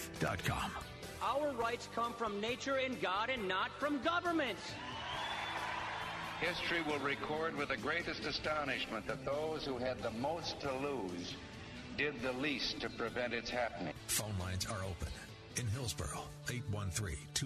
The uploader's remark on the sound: Live from Florida State Capital, Tallahassee